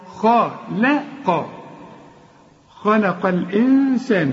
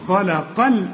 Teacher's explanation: يبقى اللام دي بين جبلين، بين الخاء والقاف، والاتنين تخان أبوها رفيعها، فما تقولش خلق خلق خلالة، لا، خلق الخالق خلق خلق الإنسان، شوف همزة الوصلة اهي اتلغت ازاي، خلق، شوف خلق، بشبك القاف مع اللام وبتتلغي الهمزة دي عند الوصل